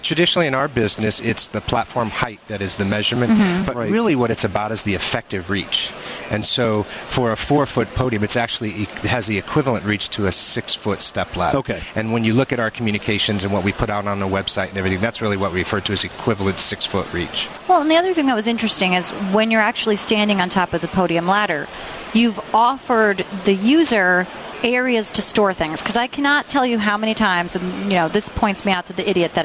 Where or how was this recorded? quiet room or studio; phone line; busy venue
busy venue